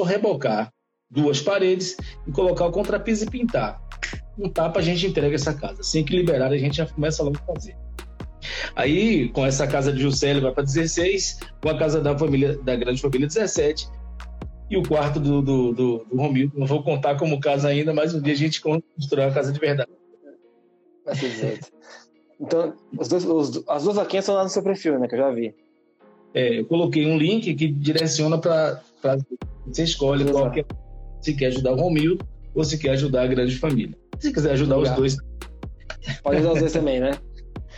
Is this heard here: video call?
yes